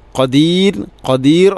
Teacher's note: ഖദീർ റായിനെ തർഖീഖ് ചെയ്യുക, നേർപ്പിക്കുക